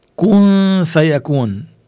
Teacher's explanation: نون ساكنة وبعد الفاء إخفاء